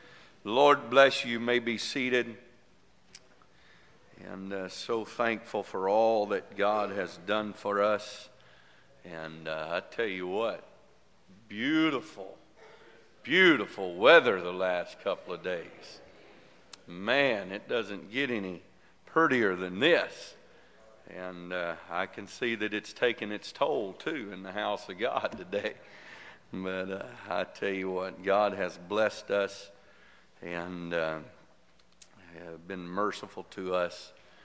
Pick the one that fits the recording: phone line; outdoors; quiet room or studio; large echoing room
large echoing room